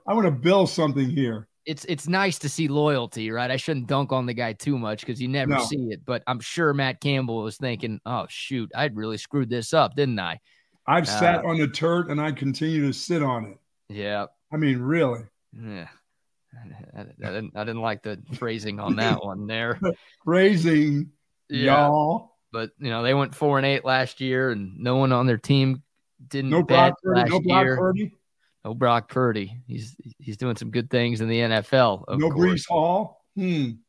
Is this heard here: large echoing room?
no